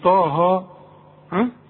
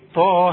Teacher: ده الطاء تخينة والهي مرققة · Shown in: second take